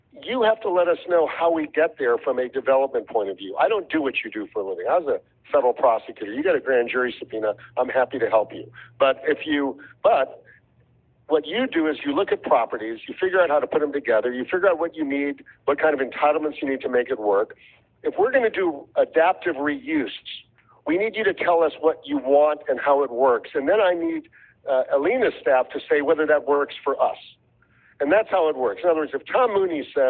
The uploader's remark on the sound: A leaked recording of a call to raise funds for a PAC in the 2021 city of Miami Beach elections.